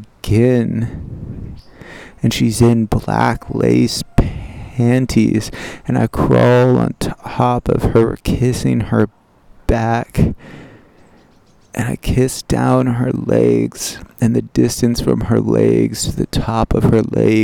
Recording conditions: outdoors